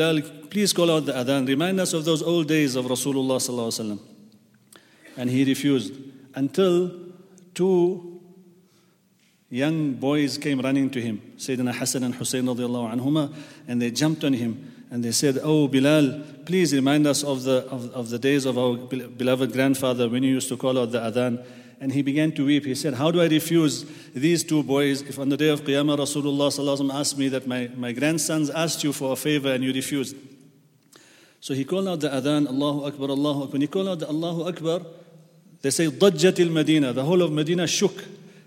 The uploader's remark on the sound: at the Houghton Masjid (West Street)